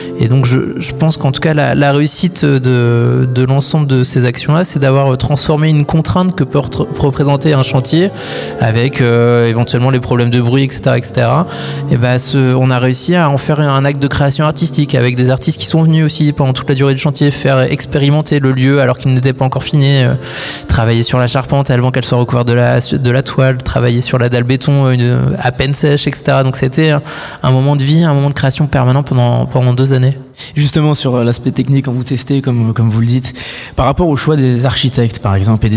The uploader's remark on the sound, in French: En direct du nouveau chapiteau permanent Le Plongeoir. Cité du Cirque.